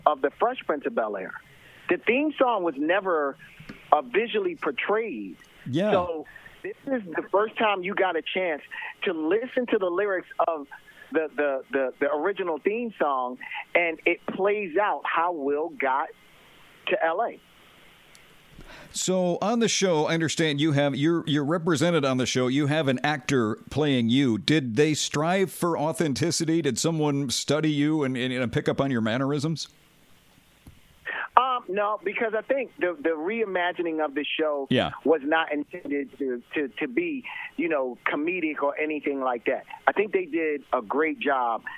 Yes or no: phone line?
yes